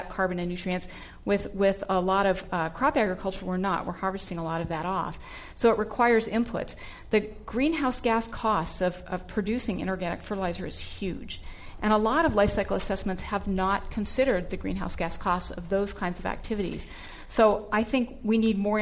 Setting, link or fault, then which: setting, live audience